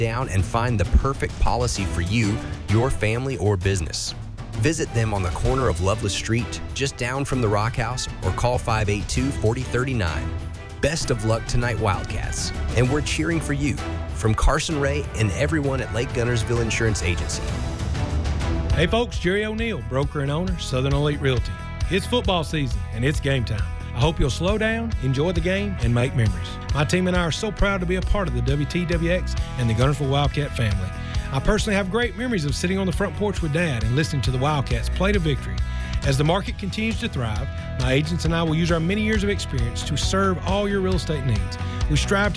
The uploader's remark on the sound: A live edition from Chorba-Lee Stadium